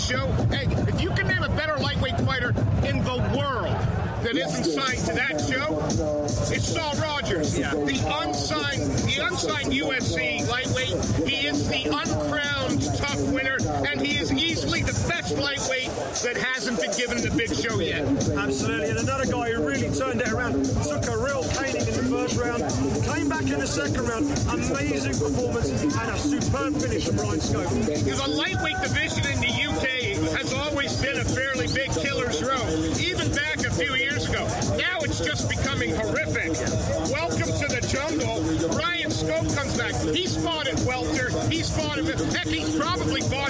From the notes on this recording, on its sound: Live reaction from cageside at the SSE Hydro for ACB 47: Braveheart.